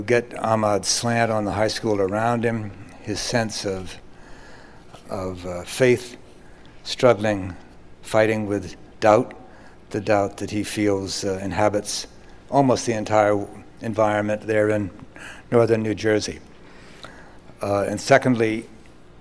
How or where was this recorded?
live audience